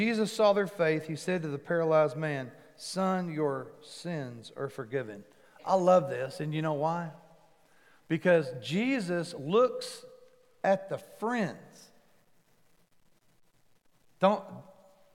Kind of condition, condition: setting, large echoing room